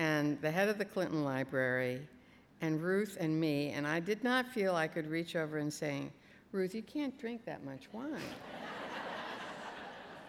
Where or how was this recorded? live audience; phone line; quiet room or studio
live audience